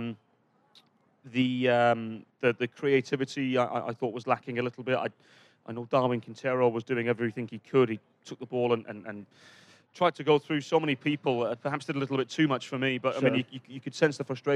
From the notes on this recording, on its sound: World Cup Action LIVE From Brit's Pub. Record a live Sound of the Loons podcast at Brit's Pub in downtown Minneapolis between World Cup Matches.